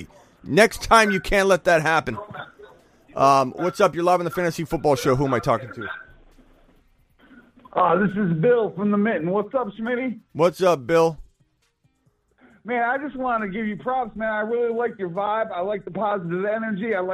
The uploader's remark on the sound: takes phone calls